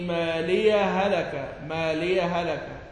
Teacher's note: إذا وصل يفتح الياء، يعني تبقى الياء مفتوحة وتحذف هاء السكت